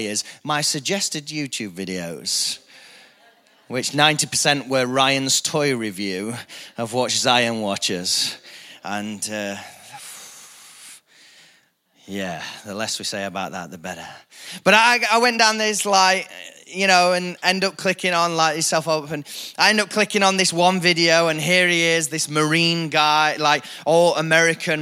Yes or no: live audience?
yes